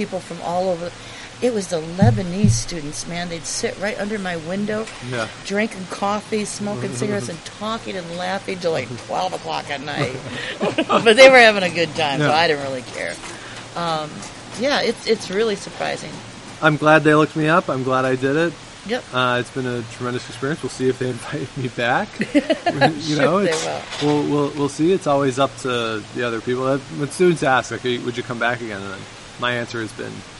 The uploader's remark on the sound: Recording while we waited for our flight to Toronto at the end of the program.